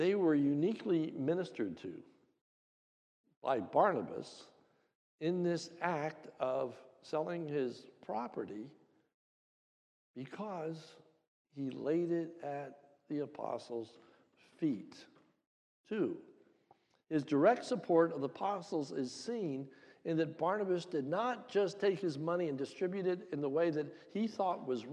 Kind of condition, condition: setting, large echoing room